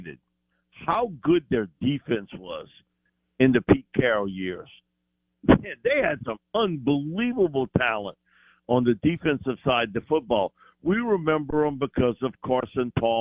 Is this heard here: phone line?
yes